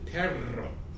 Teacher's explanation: the orthographic double R, the alveolar trill, as in perro